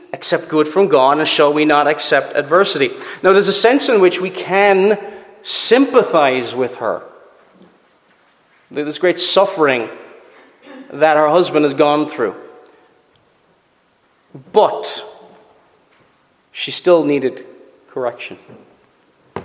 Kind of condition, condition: setting, large echoing room